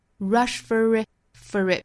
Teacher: rush for it 这里呢会带出一个小小的 r 的发音